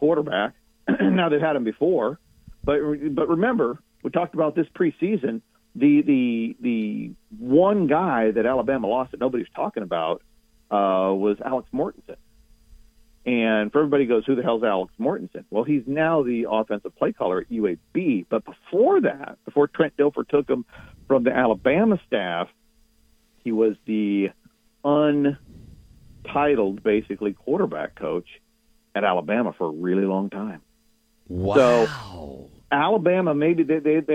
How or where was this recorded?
phone line